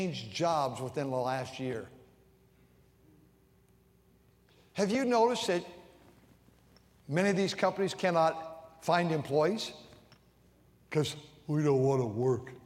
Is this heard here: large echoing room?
yes